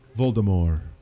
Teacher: The T is silent. It was like a French thing. A French pronunciation.